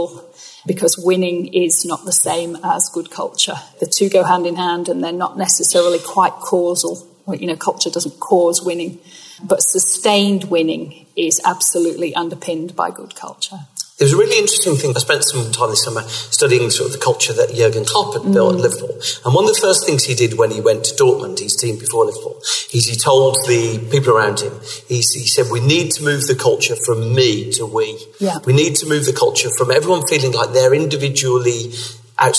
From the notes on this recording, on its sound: Recorded at the Good Day at Work event in Manchester, hosted by Robertson Cooper.